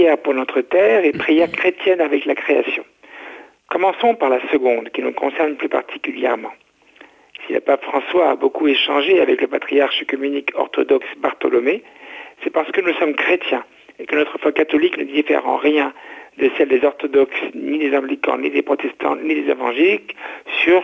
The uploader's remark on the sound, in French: invité par téléphone